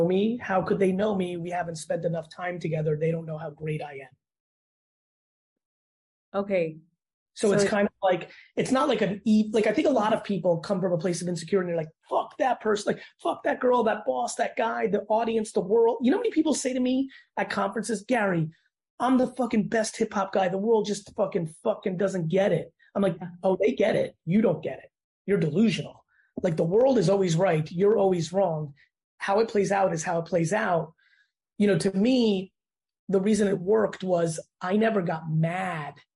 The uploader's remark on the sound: Sits down on Zoom.